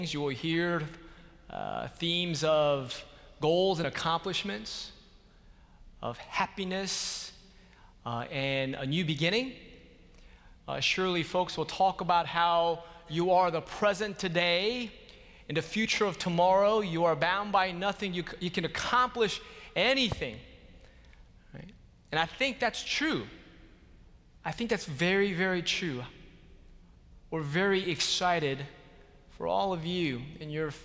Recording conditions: large echoing room